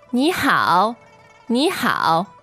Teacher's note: N-I third tone, H-A-O third tone